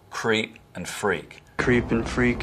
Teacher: Southern accents have vowel breaking in words like creep and freak.